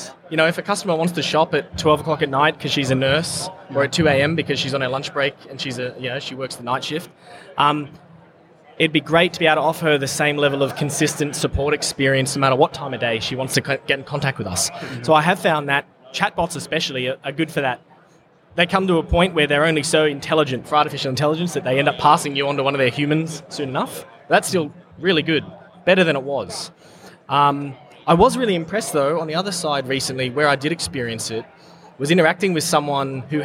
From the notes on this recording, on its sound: recorded at Online Retailer Conference & Expo 2018